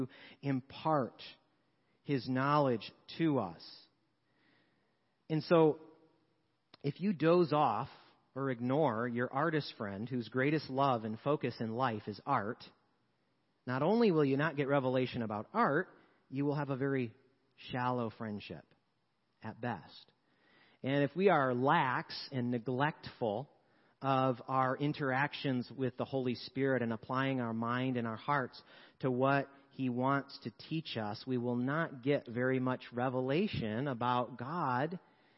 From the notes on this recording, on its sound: Sermons preached at Church of the Good Shepherd, Maitland, Florida. 10AM Service.